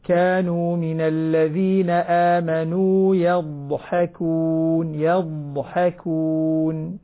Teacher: الضاد عندك لا تقلقل، لا نريد أن نقلقل الضاد، نعطيها الاستطالة